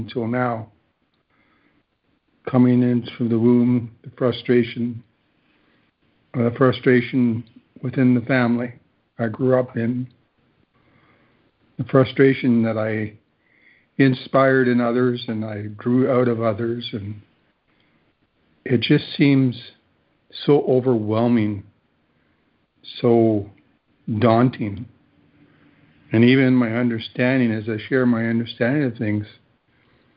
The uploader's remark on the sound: ACIM Daily Conference Call